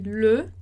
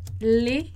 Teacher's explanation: o singular ele vai ser mudo, o e vai ser mudo, vai ser e. E o plural ele vai ser e, como no português o nosso e. Tá? Porque o s vai fazer com que essa pronúncia do e ela abra, então vai fazer e.